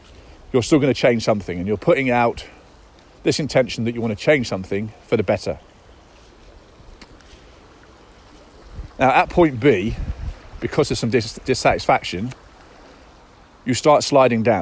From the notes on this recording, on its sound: Daily Download Episodes are short episodes which involve me getting into flow with my Superconscious and then just talking into my phone.